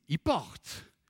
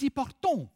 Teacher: En Île-de-France, dans les patois, ils disent « ils portons ». Avec l'accent sur la deuxième syllabe. · Shown in: second take